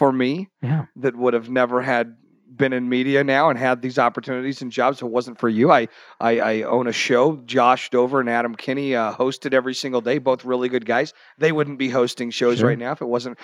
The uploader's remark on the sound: Live From The Denver Press Club - Radio Podcast. This radio program/podcast includes a 30-minute meet-and-greet session, then a one-hour recording of the show.